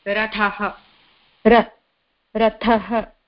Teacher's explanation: It's not Rathaha, it's Rathaha only. Just the aspiration has to be given for the Thakara.